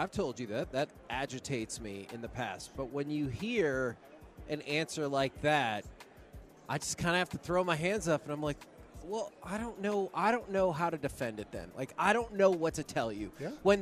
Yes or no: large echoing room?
no